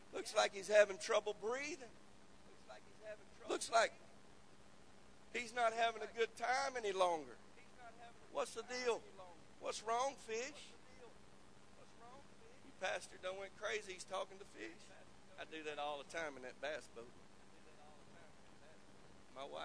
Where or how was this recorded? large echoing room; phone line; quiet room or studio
large echoing room